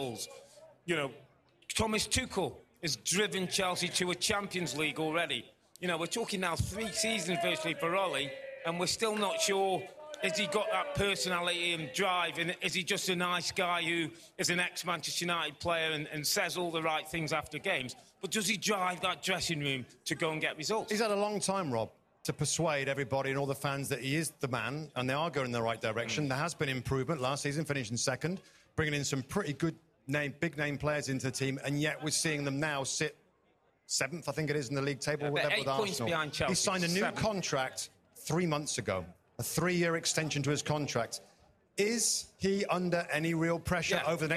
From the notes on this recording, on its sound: Take questions from a live audience in Los Angeles as they wrap up NBC's coverage of the Premier League Mornings Live Fan Fest from Los Angeles.